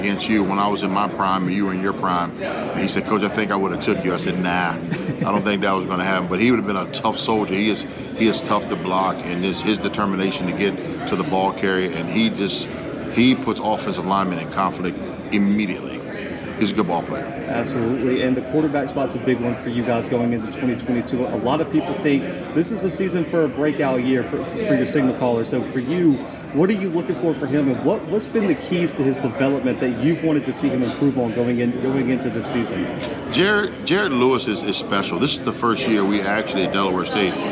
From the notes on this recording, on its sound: live from MEAC Media Day in Norfolk, VA.